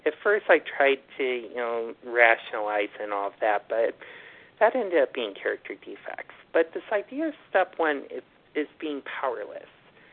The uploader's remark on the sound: from the 100 Pounders Phone Meeting